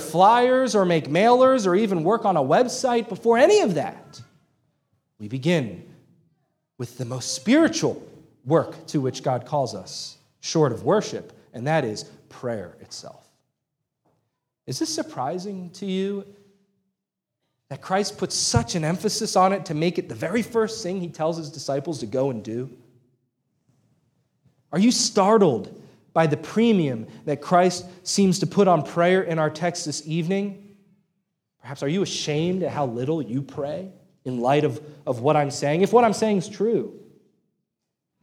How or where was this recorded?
large echoing room